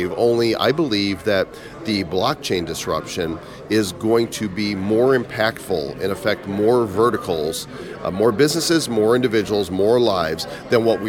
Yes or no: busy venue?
yes